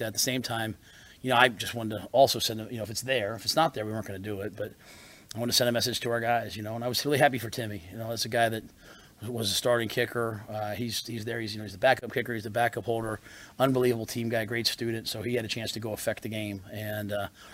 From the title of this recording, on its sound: Post Game Press Conference